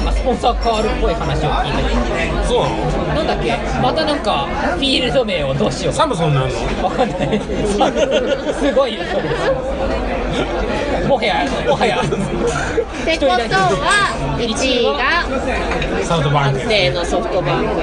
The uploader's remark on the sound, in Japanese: 相も変わらず飲み屋での収録で申し訳ないですが